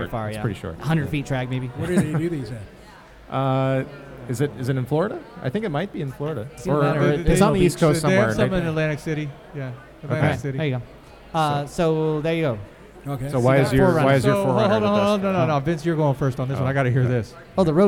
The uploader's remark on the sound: Live at Absolution Brewery